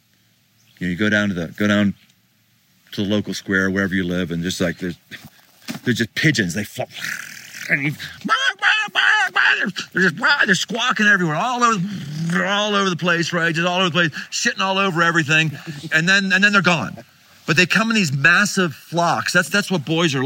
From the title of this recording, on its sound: Live from Pikes Peak